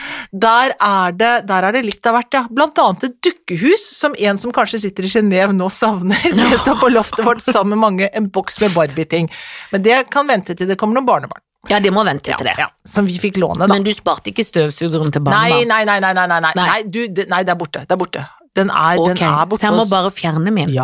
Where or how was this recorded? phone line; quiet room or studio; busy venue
quiet room or studio